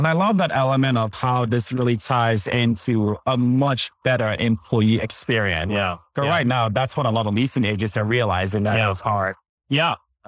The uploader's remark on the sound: LIVE at Optech